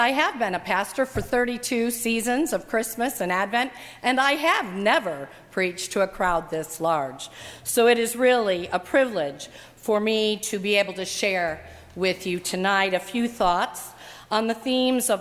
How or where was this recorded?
large echoing room